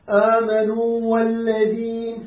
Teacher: لاختلافها في المخرج. الواو الأولى مخرجها من الجوف، جوف، والواو الثانية مخرجها من الشفتين · Term: فلا تدغم